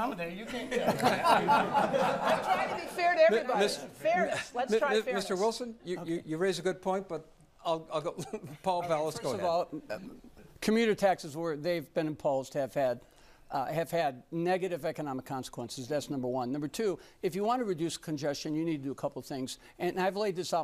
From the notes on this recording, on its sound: LIVE from The WTTW Mayoral Forum I